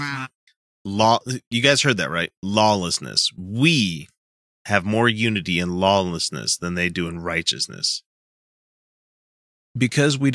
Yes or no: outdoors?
no